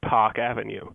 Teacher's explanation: the educated and high socioeconomic class people used to drop their R's the way we think of British accents as doing